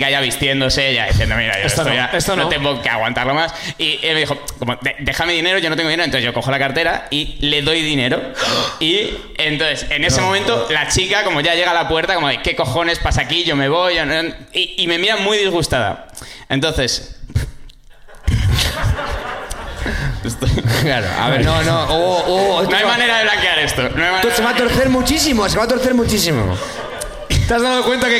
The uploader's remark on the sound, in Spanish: El público de Madrid también sube